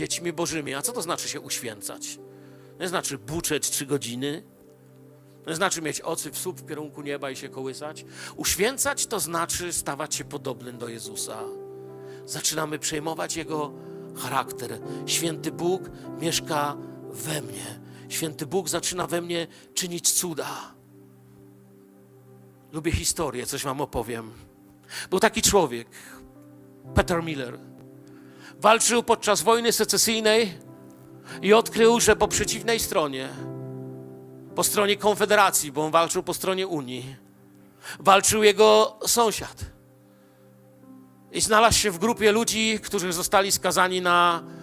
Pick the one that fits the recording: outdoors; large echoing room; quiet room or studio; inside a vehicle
large echoing room